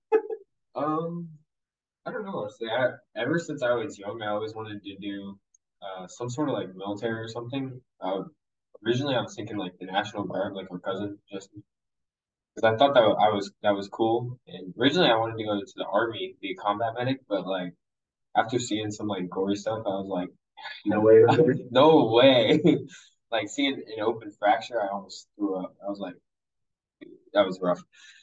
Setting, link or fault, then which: fault, poor sound quality